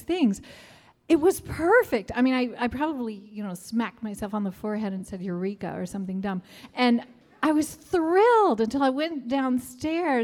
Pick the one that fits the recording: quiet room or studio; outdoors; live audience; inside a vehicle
live audience